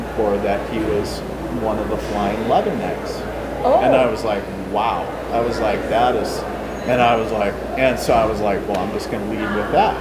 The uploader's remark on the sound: Recorded at MI Paracon 2023.